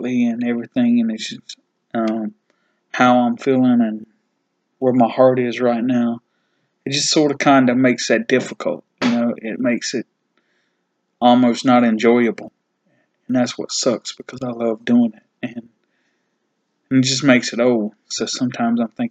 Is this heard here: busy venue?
no